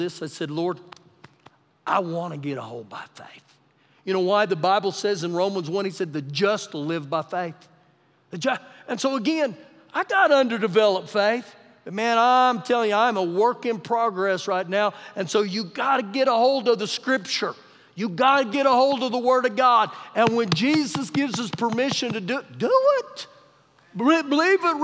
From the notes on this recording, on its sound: Recorded live during our Wednesday night service